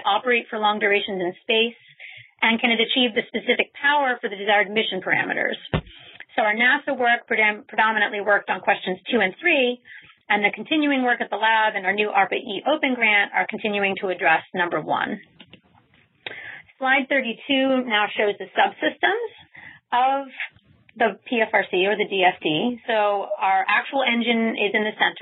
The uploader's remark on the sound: This talk was featured on the May 29 Future In-Space Operations weekly teleconference